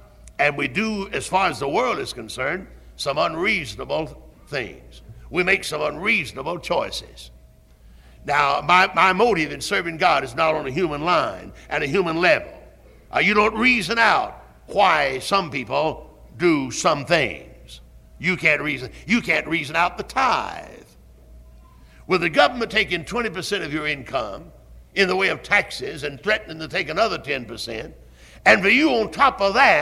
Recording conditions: large echoing room